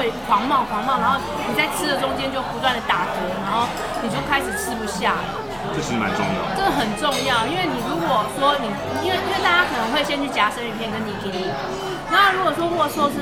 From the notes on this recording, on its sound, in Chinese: 現場有一點吵還請見諒喔!